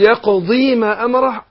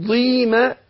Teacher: هي ضاد مكسورة بس ما فيهاش ياء · Shown in: first take · فقول إيه كلا لما يقضي ما مش أقول ضيما أحط لها ياء يقضي ما أمره كسر بس.